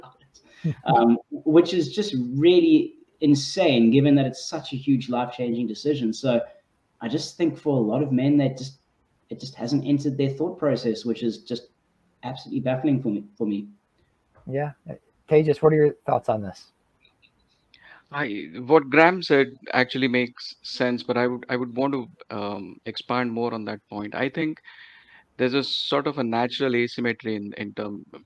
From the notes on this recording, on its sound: Childfree Convention Replay. Panel replay from the 2022 Virtual Childfree Convention.